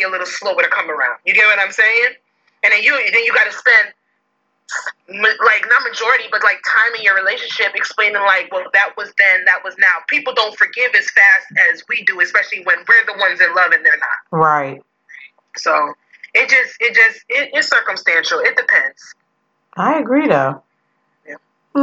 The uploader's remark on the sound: They come together via Facetime.